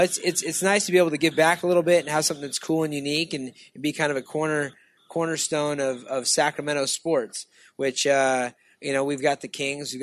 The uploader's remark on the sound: Live At Sports Fest